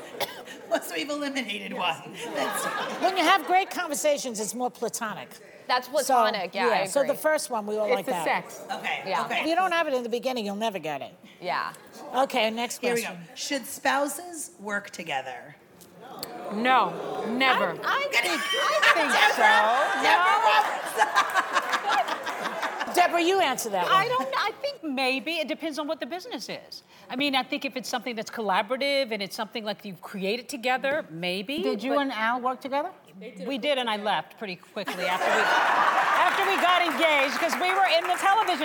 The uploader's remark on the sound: The Co-Hosts Answer Studio Audience Questions!